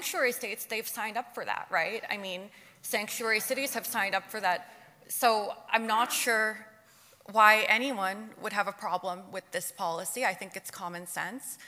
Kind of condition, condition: setting, live audience